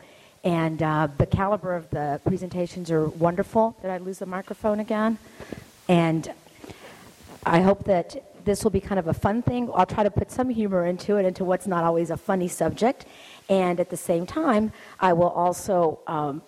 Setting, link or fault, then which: setting, busy venue